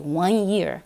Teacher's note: the vowel has become nasalized and the N has been dropped.